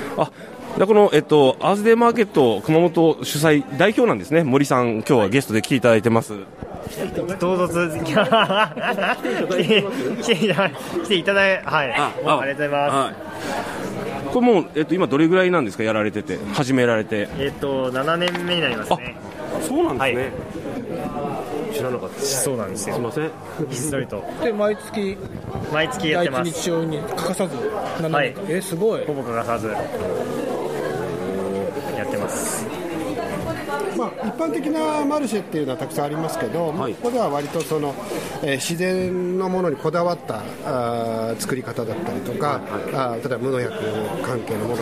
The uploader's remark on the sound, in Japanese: 特番形式で屋外で取材と収録。月一で開催されるアースデイマーケットくまもと。